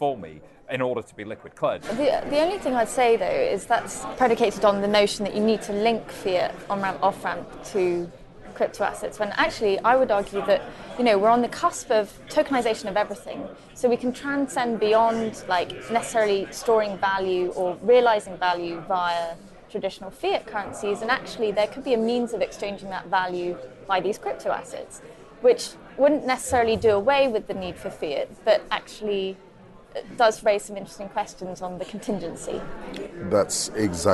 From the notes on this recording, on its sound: a panel at the Europa conference